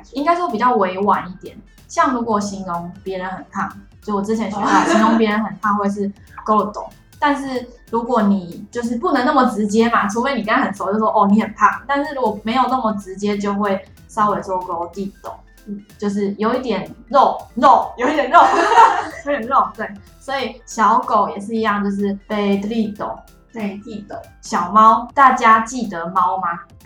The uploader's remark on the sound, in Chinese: 此集錄製回音較重，敬請大家見諒。